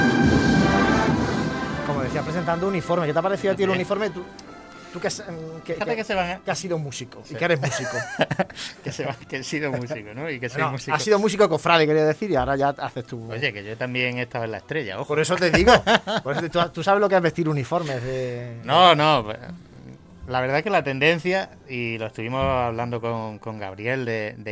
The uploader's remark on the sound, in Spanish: Salimos en directo a la calle para ver cómo transcurre el Septenario al Stmo.